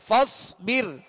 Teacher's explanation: را ساکن سے پہلے زیر ہے لہذا را کو باریک پڑھیں گے